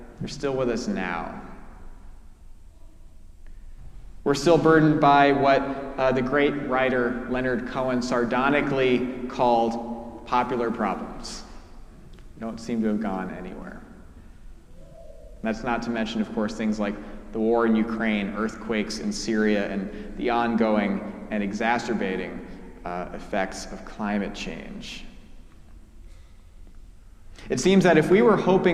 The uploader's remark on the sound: Preached at our celebration of the Holy Eucharist on the Second Sunday in Lent.